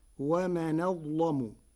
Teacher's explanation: قرأ ورش كلمتي ومن أظلم بنقل حركة الهمزة إلى الساكن قبلها وتغليظ اللام فيقولها ومن أظلم، وهي لغة من لغات العرب.